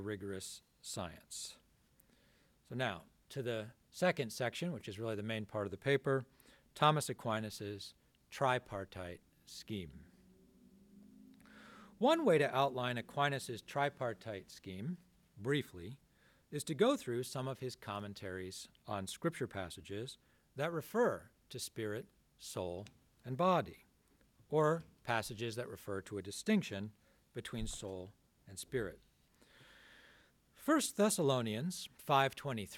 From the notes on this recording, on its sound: This talk was given on February 18th, 2023 at the Dominican House of Studies in Washington, D.